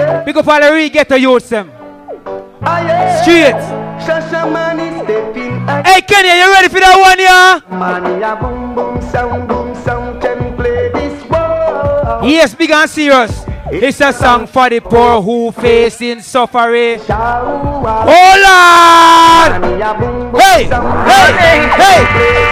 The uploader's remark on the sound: This is the recording of the soundclash in Nairobi, Kenya. Unfortunately recording of the DFD is missing but the audio is still a piece of history..